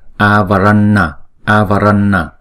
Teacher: chữ a là hai nhịp, còn chữ n là cong lưỡi lại búng ra